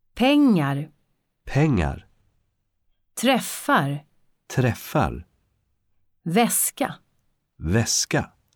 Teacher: E och ä plus lång konsonant. Samma ljud.